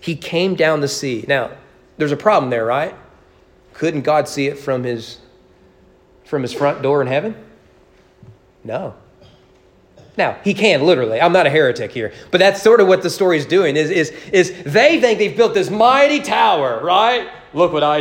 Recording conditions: large echoing room